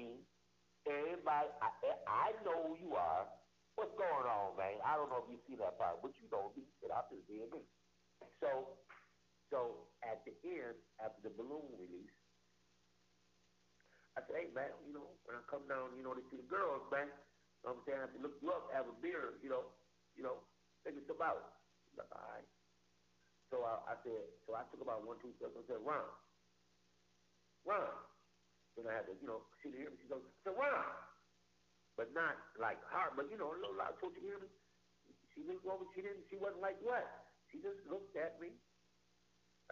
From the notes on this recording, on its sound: Bad Audio. Episode wasn't planned so excuse the audio it was spur of the moment. His phone was acting weird but I edited as good as I could.